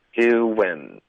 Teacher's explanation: 这两个音节呢 do 和 in 我们中间会带一个 w 的声音